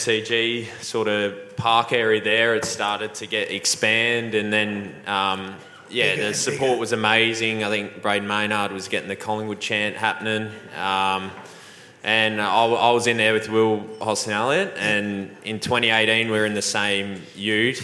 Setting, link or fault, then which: setting, busy venue